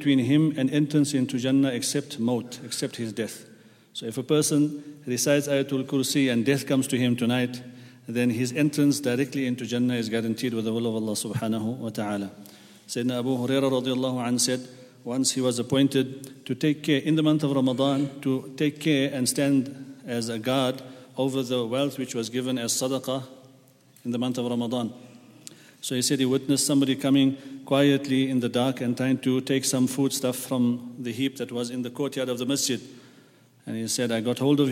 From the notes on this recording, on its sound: at the Houghton Masjid (West Street)